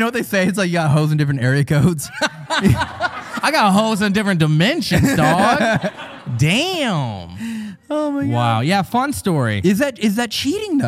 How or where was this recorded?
live audience